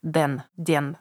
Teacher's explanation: как будто д звучит вместо then